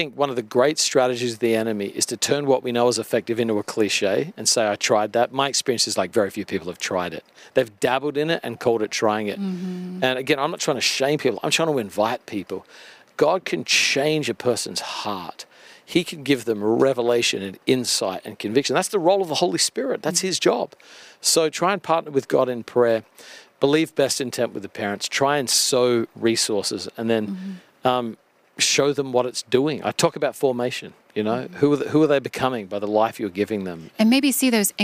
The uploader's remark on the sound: live at the 2023 Child Discipleship Forum